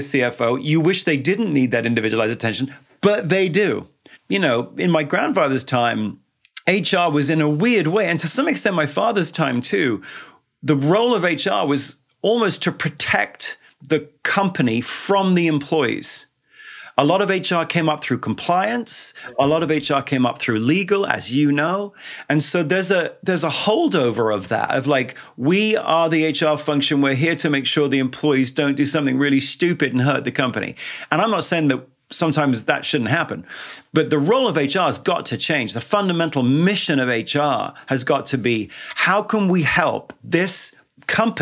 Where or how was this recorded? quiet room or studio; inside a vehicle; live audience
quiet room or studio